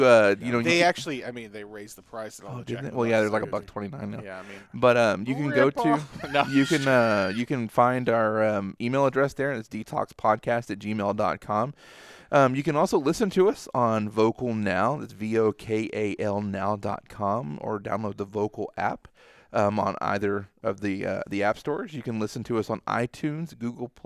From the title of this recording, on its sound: at Dallas Fan Expo 2018